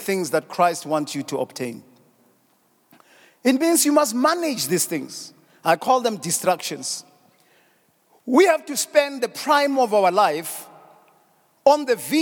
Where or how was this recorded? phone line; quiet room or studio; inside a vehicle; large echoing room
large echoing room